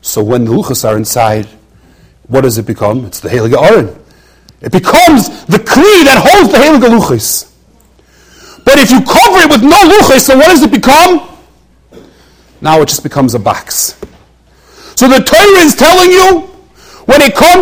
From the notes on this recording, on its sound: During Thursday Night Seder. Shiur recorded in Yeshivas Ohr Reuven, Monsey, NY.